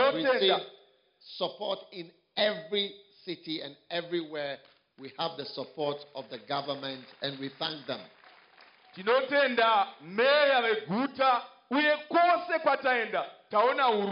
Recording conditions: live audience